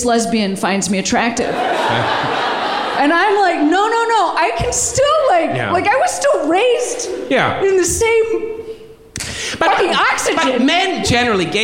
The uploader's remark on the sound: live at SF Sketchfest